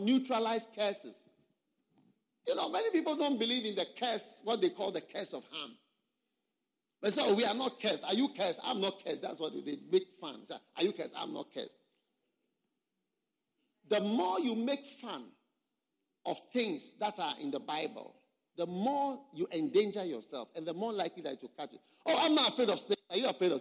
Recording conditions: live audience